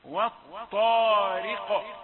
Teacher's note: أدرك نفسك ورقق الراء المكسورة والطارق. القاف هنا ساكنة مقلقلة ومفخمة، والطارق.